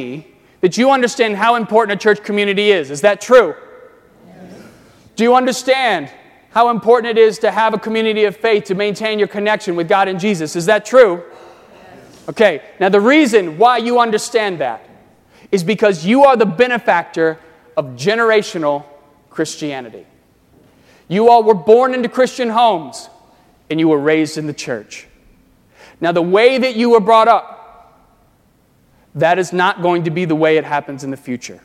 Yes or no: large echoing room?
yes